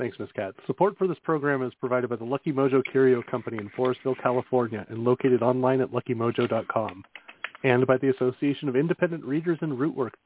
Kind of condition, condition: link, phone line